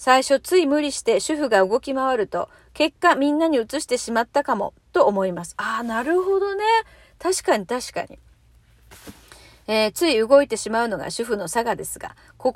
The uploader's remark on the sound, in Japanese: 次男からの電話で途中で終わってるトーク。車の中で収録してたら次男から電話きて。途中でトーク強制終了になりました。